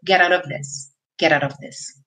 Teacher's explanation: Lembrando, esse of sempre tem som de V